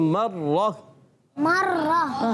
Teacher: یہاں را پر تشدید آنے کی وجہ سے را کو ذرا رک کر ادا کریں گے. اور را کو، را میں ایک صفت پائی جاتی ہے خاص، صفت تقریر.